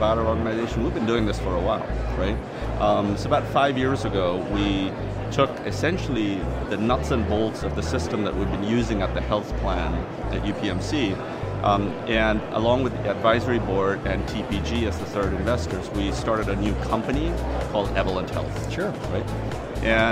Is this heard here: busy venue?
yes